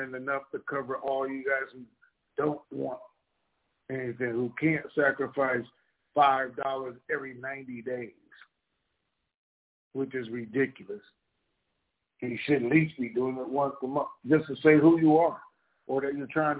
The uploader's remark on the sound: TNTSuperfantastic Conference Call